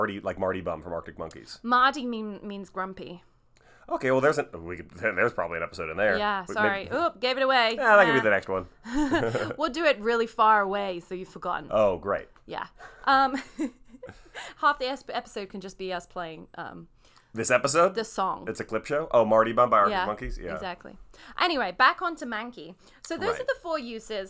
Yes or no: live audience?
no